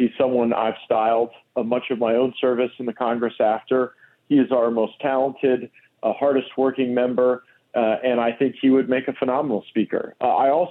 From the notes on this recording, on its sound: we take your calls in open phones across America